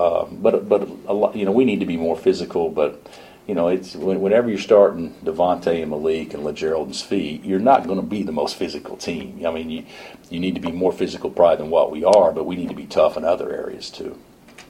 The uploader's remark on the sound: Press Conferences & Post-Game Interviews